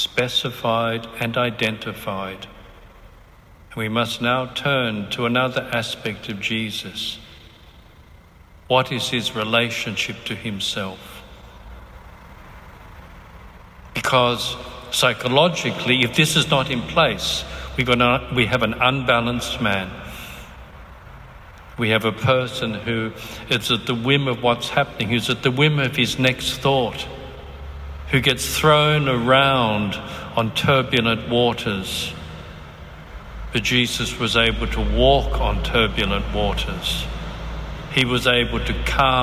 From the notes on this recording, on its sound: Recorded on 9 April 2019 at St Carthage's Catholic Cathedral, Lismore, New South Wales, Australia